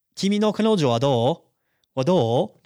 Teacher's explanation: Just going up in my intonation.